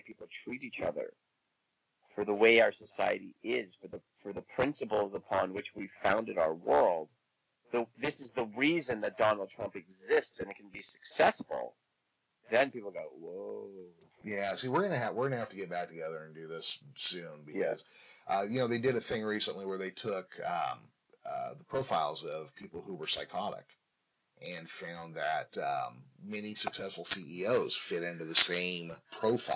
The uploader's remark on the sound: There are a few sound issues this episode but the show must go on.